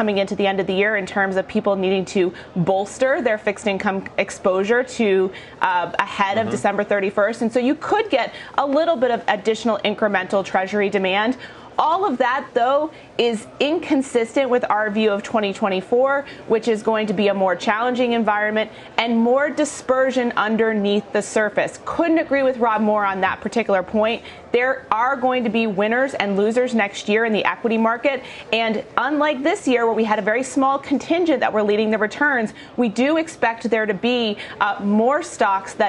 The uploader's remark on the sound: live at the CAIS alternative investment summit in Beverly Hills, CA.